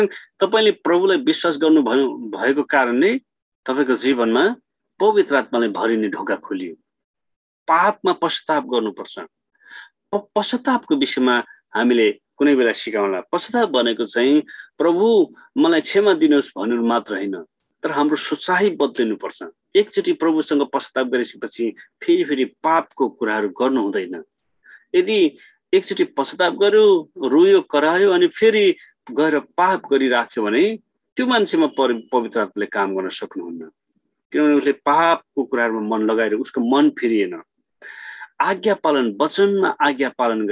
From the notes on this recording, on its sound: Zoom class.